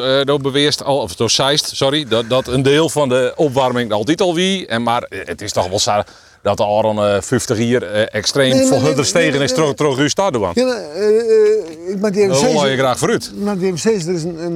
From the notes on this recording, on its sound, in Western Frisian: Op de pier yn Harns. Troch it plak fan de âlde misthoarn fan Harns en troch it radioljochtskip Jenni Baynton yn de Willemshaven.